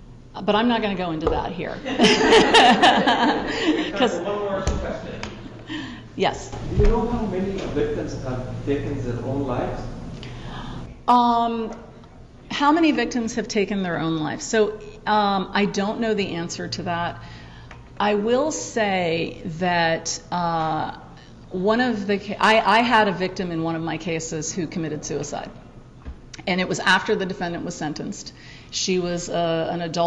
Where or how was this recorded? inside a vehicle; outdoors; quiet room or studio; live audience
live audience